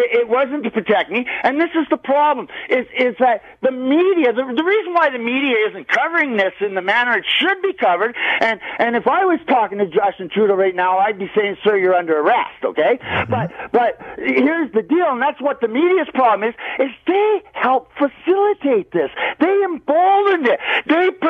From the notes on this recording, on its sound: Every Friday we open the phone lines and give you a chance to call out or commend anyone you think deserves it.